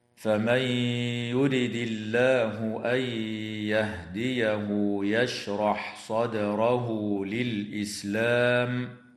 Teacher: النون الساكنة في قوله تعالى فمن يرد حكمها الإدغام مع الغنة في الياء بعدها، وكذلك النون الساكنة في قوله تعالى أن يهديه تدغم في الياء أيضا مع الغنة.